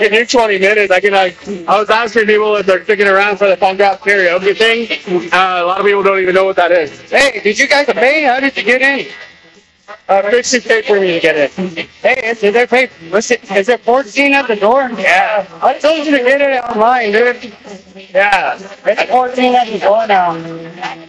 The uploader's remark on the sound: Live podcast... Audio quality questionable.